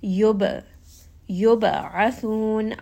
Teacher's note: ayn is going to be from the middle of the throat. And then we end on a four count, mad'arid, lissukun.